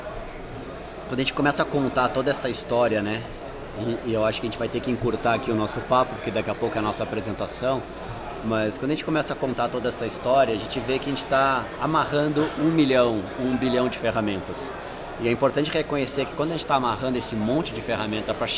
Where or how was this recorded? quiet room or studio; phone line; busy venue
busy venue